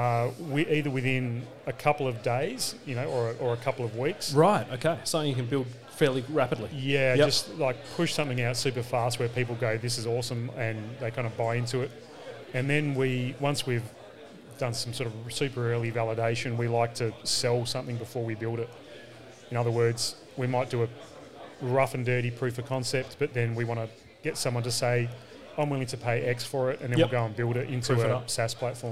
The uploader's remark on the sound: Live at We Work in Perth